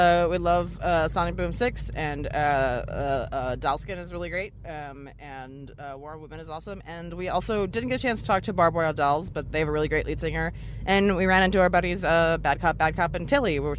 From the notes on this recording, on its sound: Live from Warped Tour!